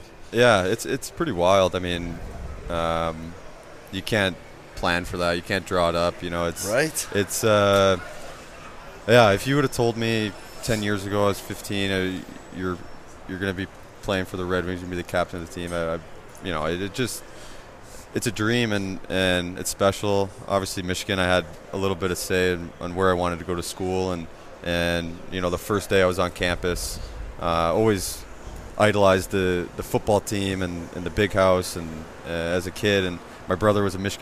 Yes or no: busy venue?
yes